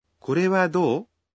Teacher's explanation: Поскольку это вопросительное предложение, помните, что произносить его надо, повышая интонацию. Женщины иногда произносят до чуть дольше.